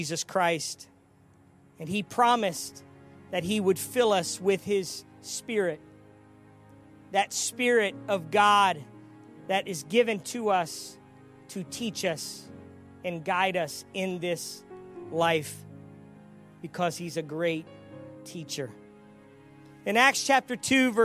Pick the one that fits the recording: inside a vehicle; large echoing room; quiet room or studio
large echoing room